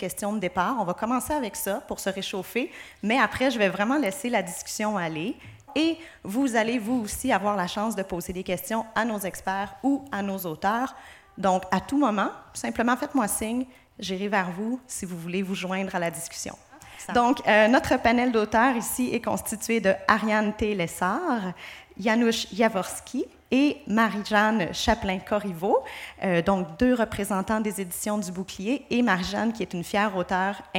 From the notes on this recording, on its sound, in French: Enregistré devant public lors des Médiévales de Lanaudière 2022.